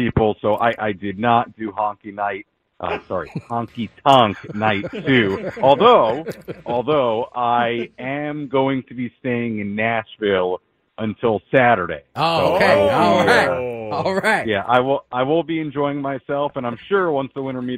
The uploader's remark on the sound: took some phone calls